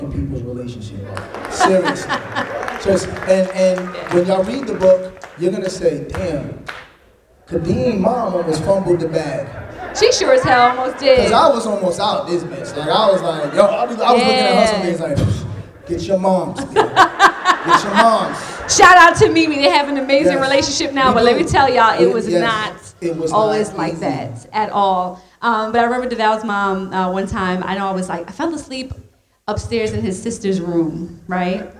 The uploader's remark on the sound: Live in Philly! Play more games with audience guests and answer more live listener letters.